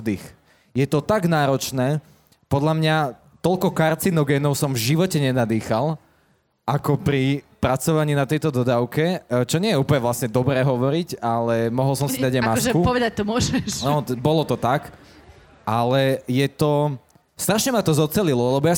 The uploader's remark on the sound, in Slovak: počas live nahrávania Všesvet Podcastu na festivale Grape